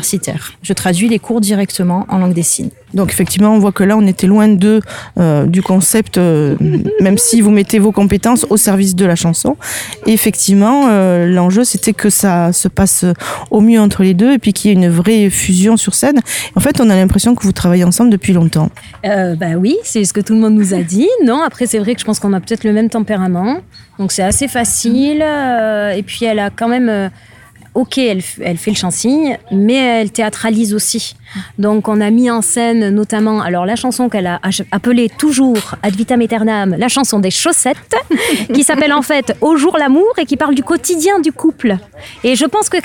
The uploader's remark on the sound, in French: Un reportage au coeur du festival Nect'Art de Mots à Azur (40)